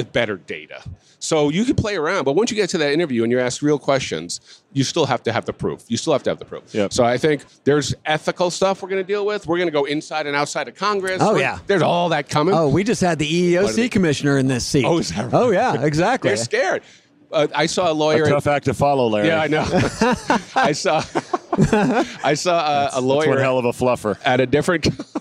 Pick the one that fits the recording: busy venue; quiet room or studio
busy venue